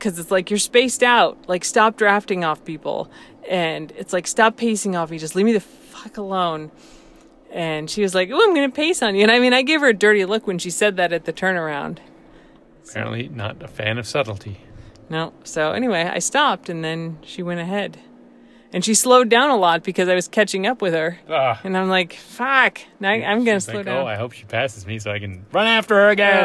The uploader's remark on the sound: We recorded this podcast in the car because we needed to talk about the DNF (did not finish).